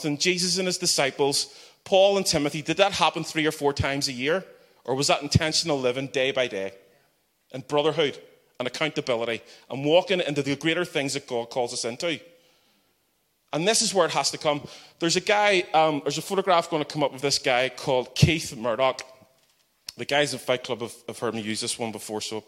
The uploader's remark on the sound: the final keynote of our Regular Joes Conference